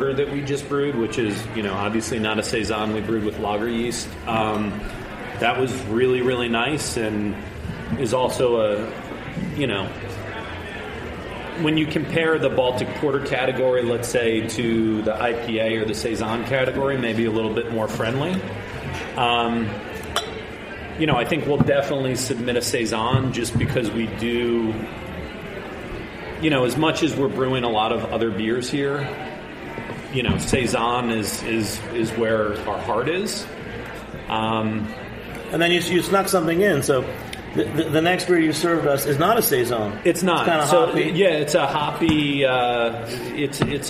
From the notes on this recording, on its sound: A special off-site recording of Beer Sessions Radio. Tune in for a special off-site recording of Beer Sessions Radio. Are at Threes Brewing joined by some of their team, a group of home brewers.